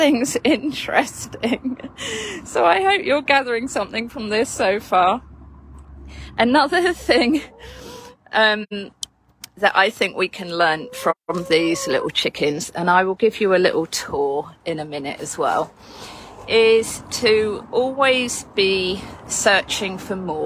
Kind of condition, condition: fault, sounds in the background